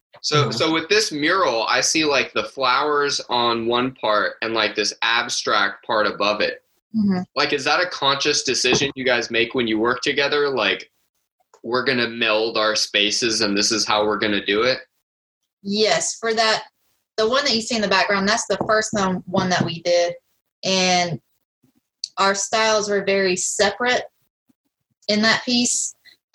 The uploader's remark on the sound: This episode is our last Zoom record, and we are excited to come to you from the studio next week!